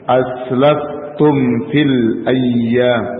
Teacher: mim sukun setelahnya huruf fa dibaca jelas tanpa didengungkan dan tanpa dibaca samar. Aslaftum, bukan aslaftum atau tum, tapi bacanya jelas.